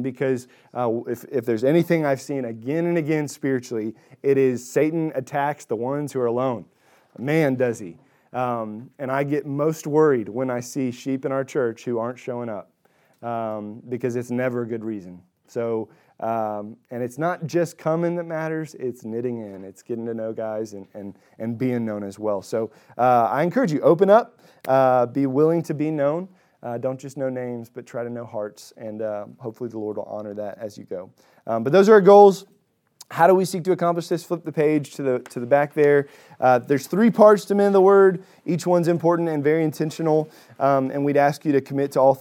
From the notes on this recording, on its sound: Recorded at Emmaus Church in Buford, GA